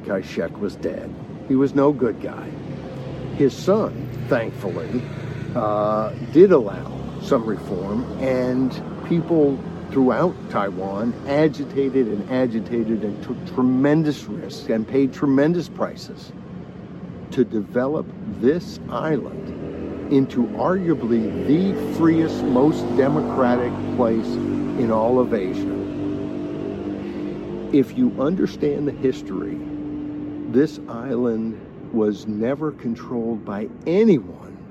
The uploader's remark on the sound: delivered from the streets of Taipei, Taiwan